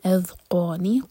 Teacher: ذال ساکن پر تھوڑا ٹائم دیں گے تاکہ قلقلہ نہ ہو